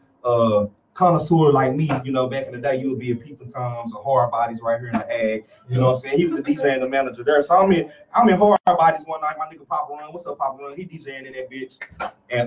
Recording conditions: poor sound quality